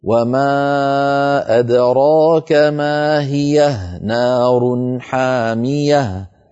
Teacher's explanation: هذه الهاء هاء سكت وليست هاء ضمير، هي ساكنة وصلا ووقفا. إذا وقفنا نقول وما أدراك ما هي، وإن وصلنا نقول وما أدراك ما هي نار حامية.